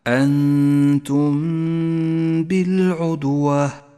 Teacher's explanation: بعده حكم الإخفاء الشفوي من أحكام الميم الساكنة عند قوله تعالى إذ أنتم بالعدوة الميم الساكنة وبعدها حرف الباء نخفي الميم بالباء مع بقاء غنة للميم زمنها حركتان